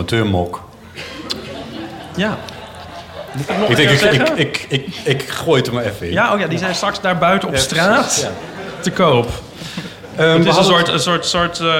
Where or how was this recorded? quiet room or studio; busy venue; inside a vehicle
busy venue